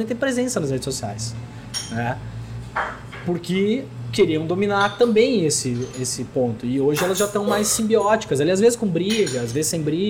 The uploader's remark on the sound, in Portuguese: O bate-papo foi gravado no Café do Duque, no Centro Histórico de Porto Alegre.